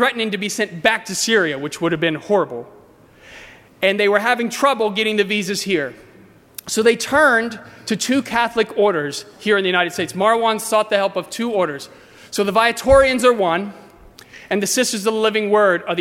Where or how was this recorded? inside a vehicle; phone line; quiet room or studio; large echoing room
large echoing room